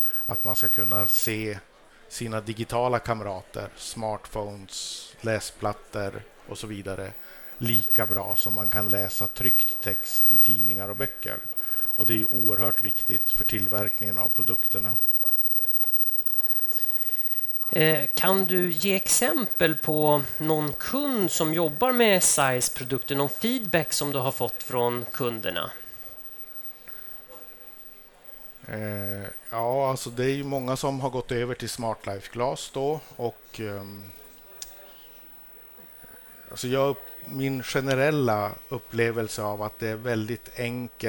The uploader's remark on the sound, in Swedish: Ett exklusivt liveavsnitt av OptikerPodden. Sänder vi LIVE från Optikmässan 2024 på STOCKHOLM WATERFRONT CONGRESS CENTRE!